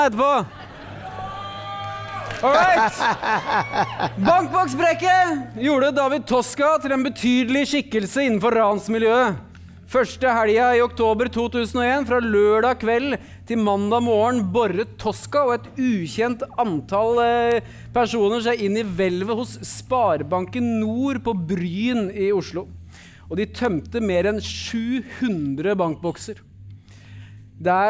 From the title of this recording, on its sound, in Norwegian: Live fra Trondheim